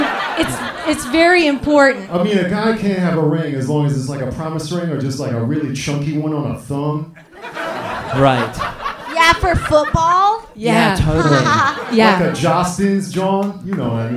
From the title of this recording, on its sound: Live from Dynasty Typewriter, Los Angeles